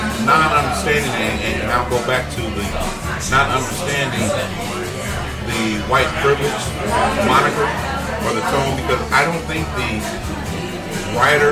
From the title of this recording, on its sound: Live from Ale Mary’s in Royal Oak